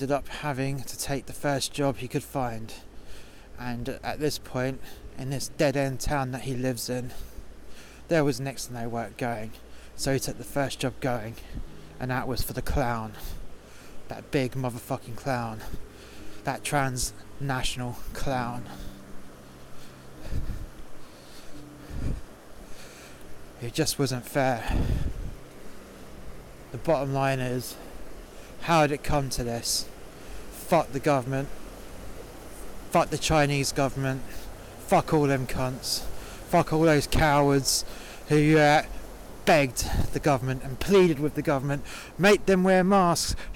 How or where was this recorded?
outdoors